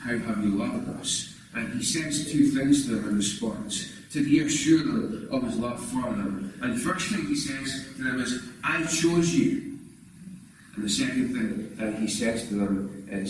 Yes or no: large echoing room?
yes